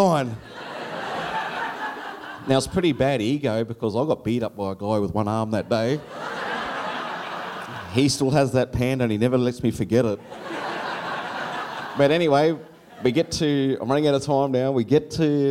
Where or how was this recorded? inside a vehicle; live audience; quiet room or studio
live audience